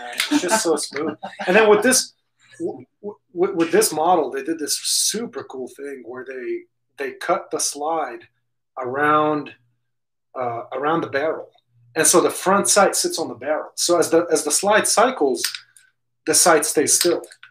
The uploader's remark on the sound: I had issues with the sound on this video but it's all figured out and will be better on the next one.